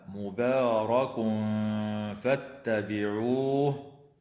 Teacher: التنوين في قوله تعالى مبارك فاتبعوه فحكمه الإخفاء الحقيقي مع الغنة مرققة